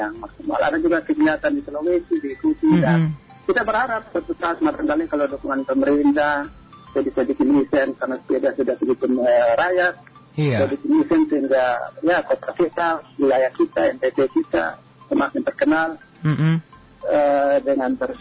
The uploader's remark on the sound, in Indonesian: SAHABAT ON THE PHONE. Kupang Cycling Club ( KCC).